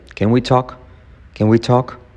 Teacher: La T no se pronuncia.